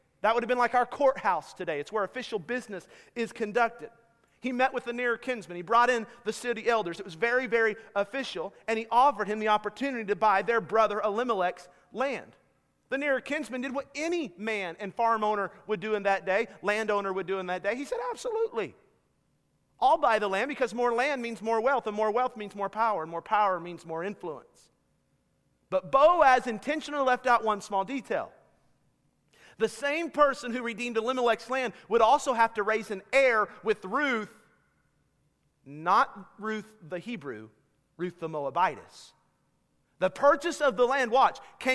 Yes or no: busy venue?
no